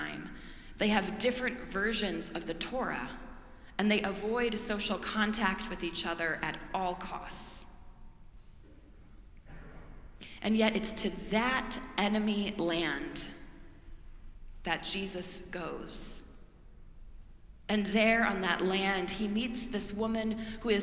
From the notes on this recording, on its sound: preached at our celebration of the Holy Eucharist on the Third Sunday in Lent